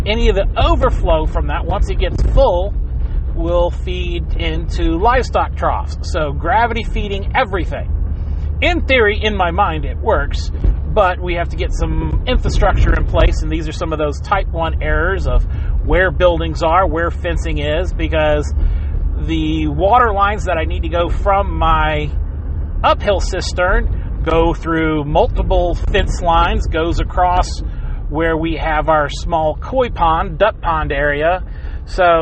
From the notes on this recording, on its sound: Sorry for the background clicks. I tried to edit it out but didn't have much luck without distorting the audio to the point you can't hear.